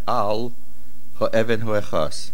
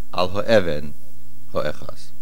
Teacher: The tipcha is on al. Make sure the slight pause is there. · Shown in: first take